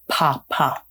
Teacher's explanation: letting those lips kind of explode · Term: bilabial